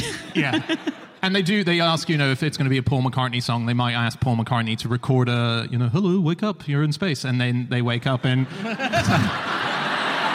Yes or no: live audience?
yes